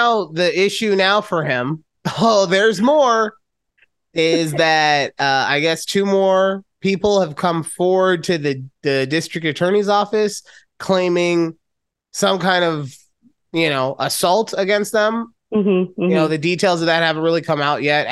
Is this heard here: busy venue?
no